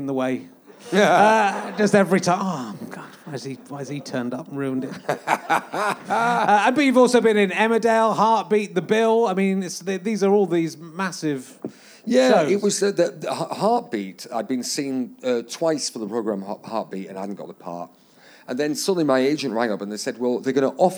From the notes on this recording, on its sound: Leicester Square Theatre Podcast - Yorkshire Fringe. Here's a little bonus podcast for you, recorded at the end of July at the Great Yorkshire Fringe.